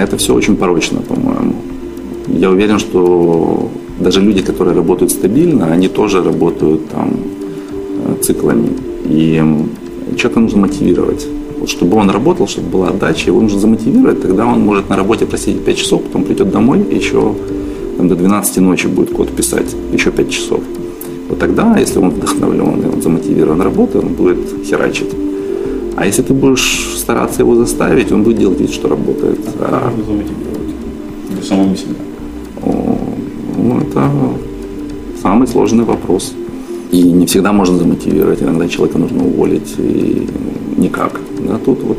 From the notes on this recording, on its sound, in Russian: Просим извинения за качество записи, писали в походных условиях.